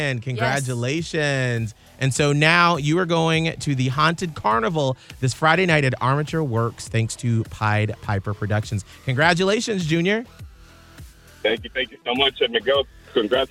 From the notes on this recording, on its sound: can they pull through this time while on the phone?